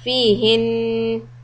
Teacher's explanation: the noon shadda makes it that you have to give it a gunna and a little extra time.